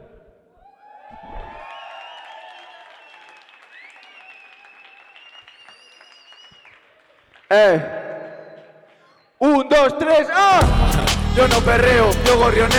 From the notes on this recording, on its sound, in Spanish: Fue la jornada inaugural del Festival Cara·B de Barcelona. Se va hasta la Fàbrica de Creació Fabra i Coats para emitir en directo su nuevo episodio. Incluye temas en directo.